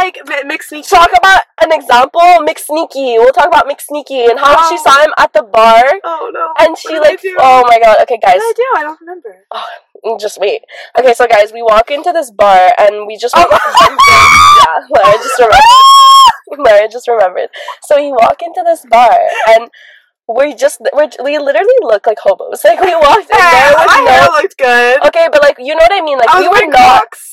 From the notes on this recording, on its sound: Bear with us, the audio will get better with time